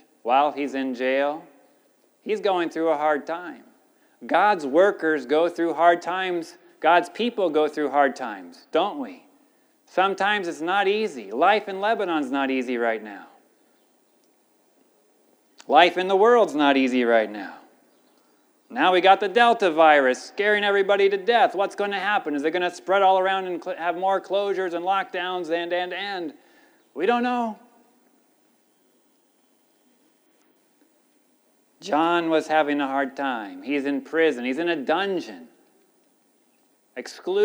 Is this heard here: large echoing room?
yes